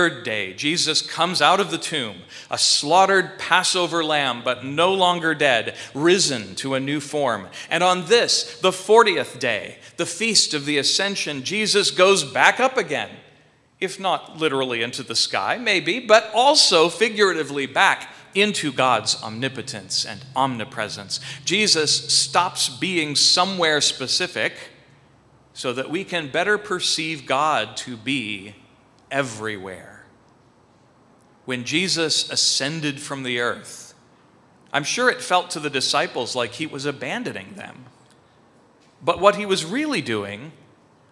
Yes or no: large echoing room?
yes